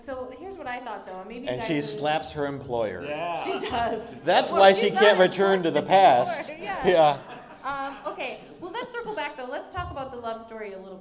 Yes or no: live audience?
yes